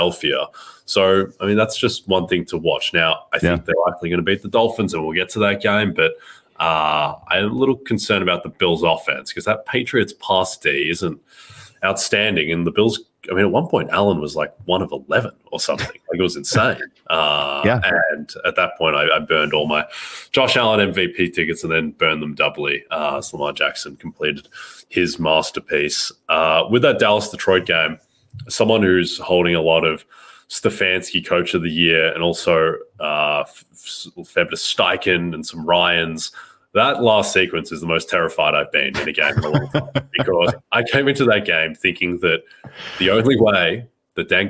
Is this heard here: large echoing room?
no